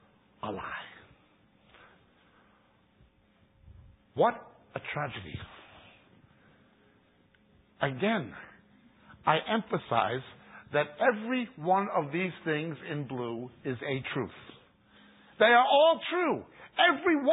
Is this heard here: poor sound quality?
yes